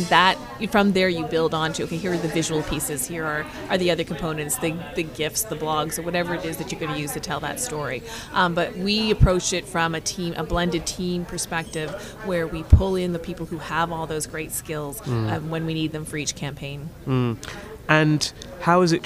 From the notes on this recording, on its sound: Podcasting live from the World PR Forum 2016 in Toronto